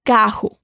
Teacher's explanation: el sonido de la doble R en portugués es como la J en español, un sonido de la garganta